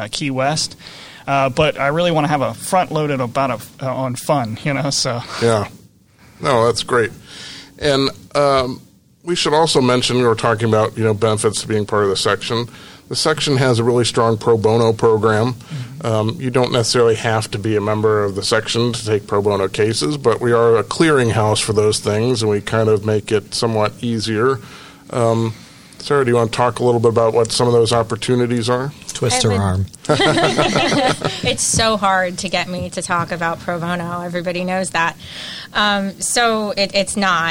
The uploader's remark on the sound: APS Live! This show was recorded before a live audience at the Hyatt Regency in Orlando, Florida.